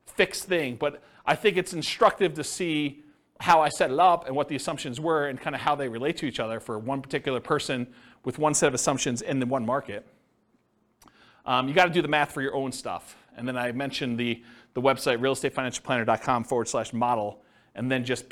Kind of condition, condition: setting, live audience